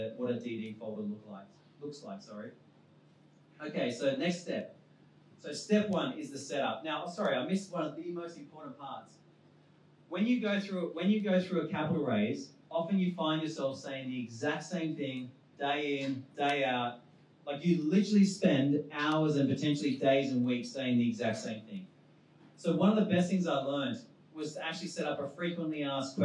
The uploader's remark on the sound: Recorded on our launch at WeWork Pyrmont in August